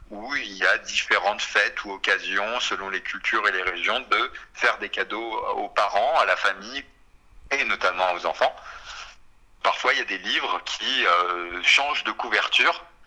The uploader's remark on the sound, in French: Cette émission fut réalisée à partir d’un entretien téléphonique